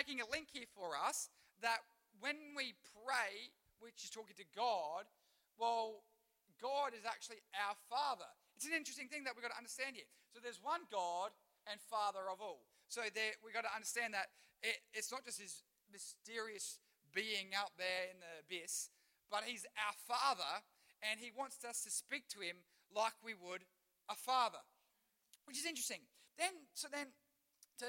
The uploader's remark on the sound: Recorded live at One Youth (One Heart Church, Port Lincoln) on the 26th of March, 2023.